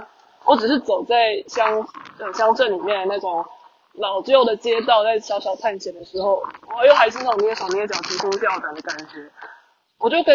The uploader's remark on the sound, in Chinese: 馬祖旅行中有感而發，在福正海灘邊散步邊錄音，風聲有點大，請包涵。